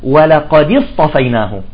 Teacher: أيضا التقاء ساكنين، تمام، مثلا إذا كان الساكن الأول إذن من حروف القلقلة نحو قال تعالى ولقد اصطفيناه. ولقد اصطفيناه تحرك الدال بالكسر خشية التقاء الساكنين